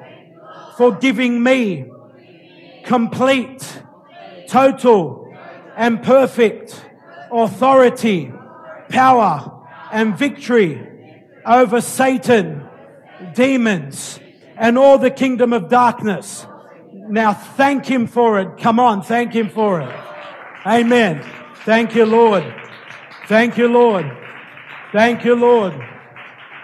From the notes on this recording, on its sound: Recorded live at Light of the World Ministries Church in March 2018